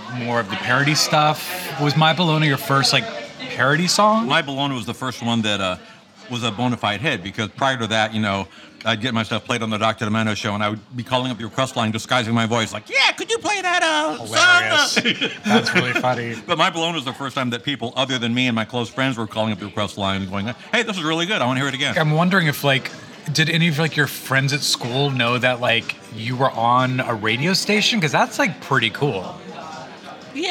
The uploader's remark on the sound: This episode was recorded at Cafe Gratitude in Larchmont Village, CA.